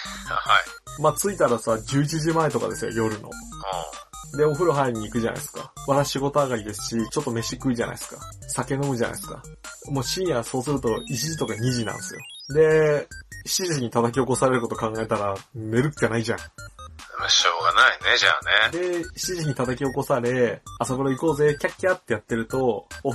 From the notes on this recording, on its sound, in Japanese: 相変わらずのスカイプ収録のため、音質は残念です！